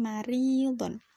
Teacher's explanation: Ri itu adalah rok tarkik karena roknya adalah rok kasroh dan harus dibaca tipis. Ri itu adalah bacaan mata biayi karena ada kasroh diikuti dengan ya sukun.